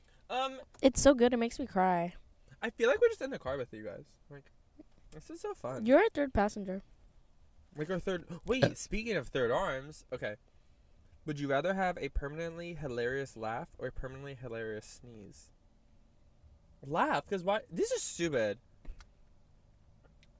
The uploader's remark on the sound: Car Cam. We get McDonalds in the car. People walking around us.